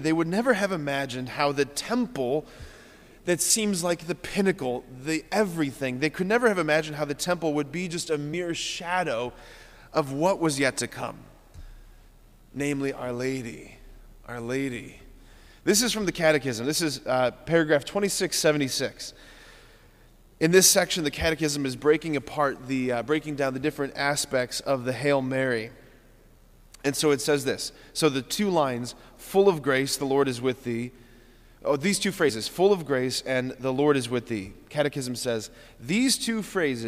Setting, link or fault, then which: setting, large echoing room